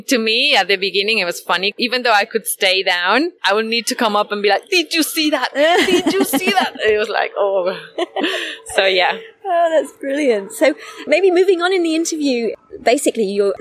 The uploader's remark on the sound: Now what makes this episode even more special is that it was recorded outside in real life with one of the most inspiring people I've had the chance to meet.